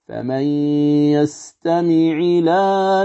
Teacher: تكسر العين التقاء الساكنين ثم تنقل حركة الهمز إلى اللام فتصير اللام مفتوحة